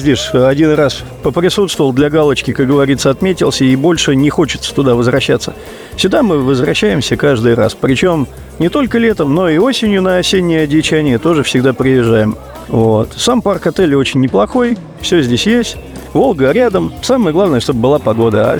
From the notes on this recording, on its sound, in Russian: KOZLOPARTY 2023. Записано на месте событий d формате небольших интервью с гостями и организаторами фестиваля.